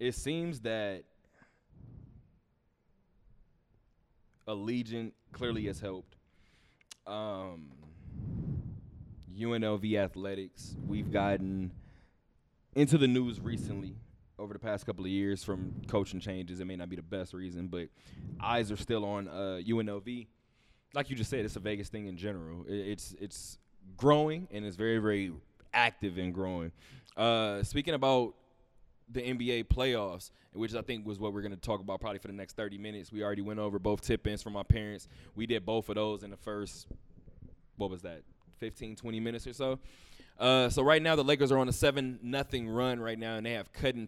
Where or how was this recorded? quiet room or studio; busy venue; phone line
busy venue